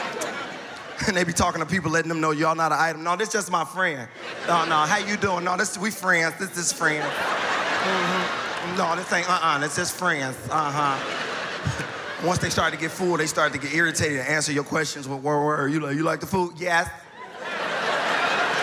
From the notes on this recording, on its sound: Taped in front of two sold out crowds at the Studebaker Theater in his hometown of Chicago.